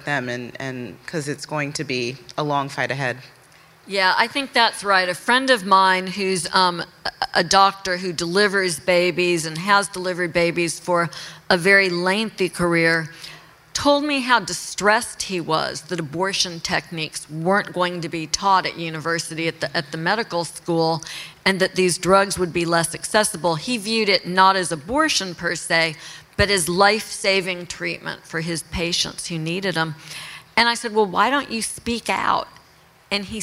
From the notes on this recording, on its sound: Are live in New York City.